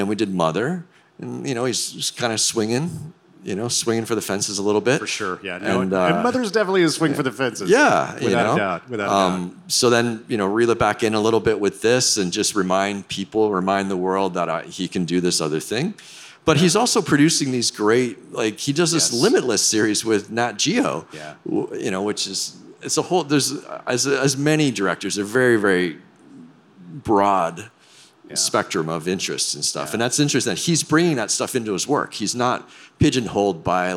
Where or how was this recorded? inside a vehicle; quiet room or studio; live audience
live audience